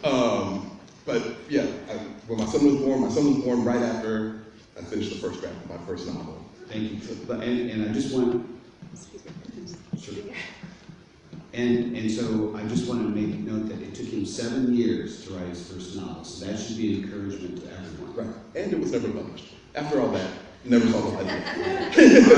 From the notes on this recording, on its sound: during the Genre Writing Panel at the Indy Author Fair held Saturday, October 14, 2017 at Central Library in Indianapolis